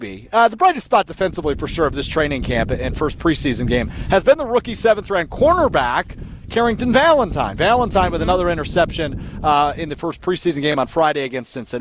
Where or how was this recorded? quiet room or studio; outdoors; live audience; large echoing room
outdoors